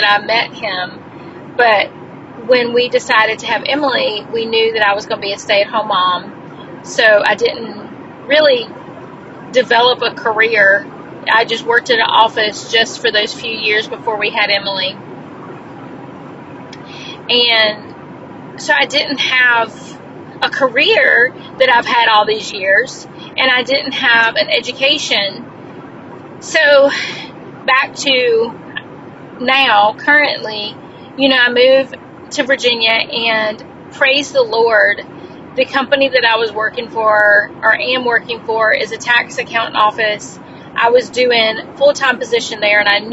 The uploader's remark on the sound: This episode was recorded in my car